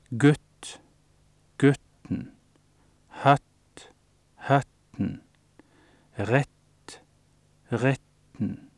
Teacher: Ord med kort vokal pluss lang ustemt konsonant